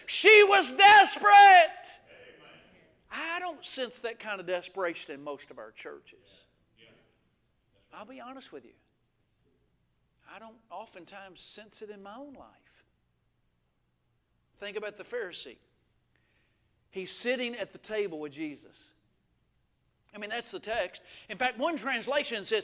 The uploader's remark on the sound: This message was recorded live at Winfield Free Will Baptist Church located at 1960 US Hwy 43 in Winfield, Alabama.